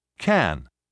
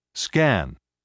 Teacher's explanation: That is, no air is allowed to escape when it is pronounced. Compare the following pairs of English words in which the first k sound is aspirated and the second is not.